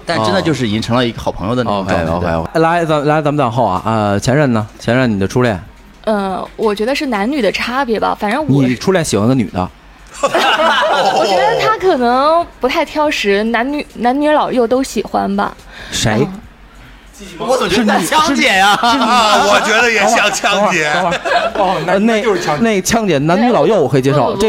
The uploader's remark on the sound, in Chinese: 线下聚会特辑。很高兴有许多小伙伴到了现场与我们主播一起活动交流。这期节目就是随机邀请当天到场的朋友们来参与录制的。